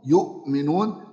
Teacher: همزة ساكنة قبلها متحرك، تبدل واو إن كان قبلها مضموم